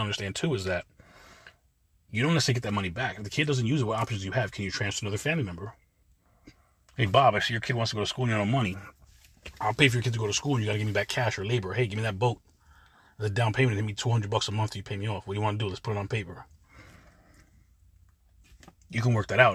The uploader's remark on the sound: In this CarCast